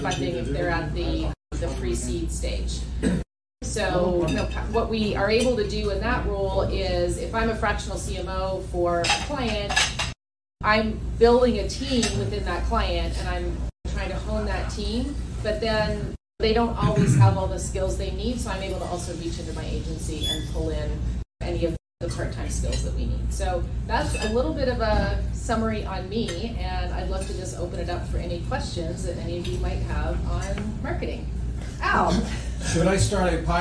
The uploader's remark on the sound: This podcast is a live recording of a marketing AMA at a small business event.